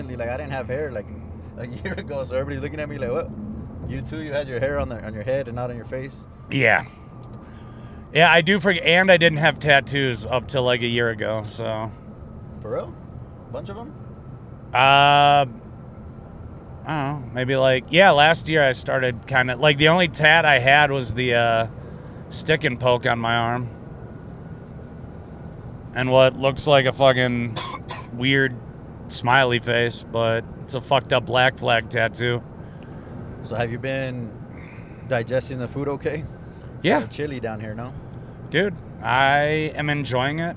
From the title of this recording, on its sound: Texallent Carcast